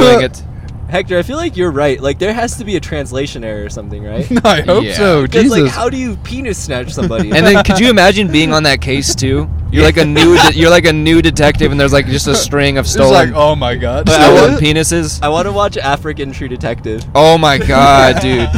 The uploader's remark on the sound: We were risking our lives to record this while driving 123 miles per hour.